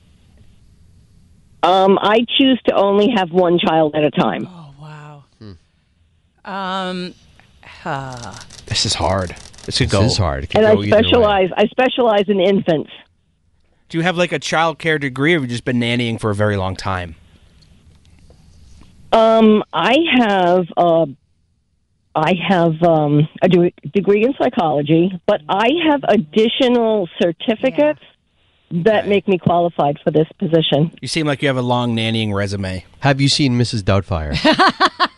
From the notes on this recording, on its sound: People called in anonymously